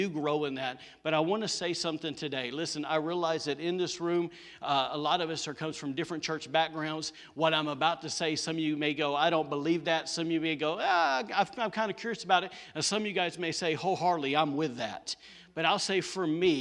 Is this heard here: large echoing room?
yes